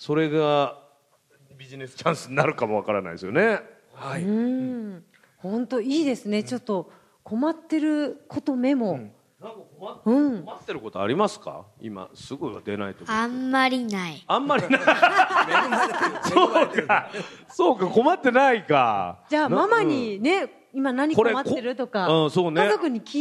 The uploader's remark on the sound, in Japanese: マネーに関心のある小学生と親御さんが参加した公開収録。